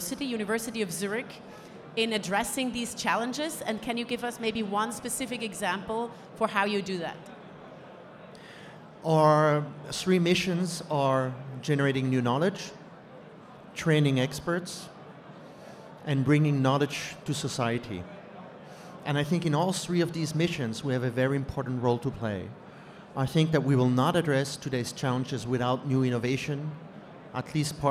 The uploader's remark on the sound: Recorded LIVE From CES. Recorded at CES earlier this year.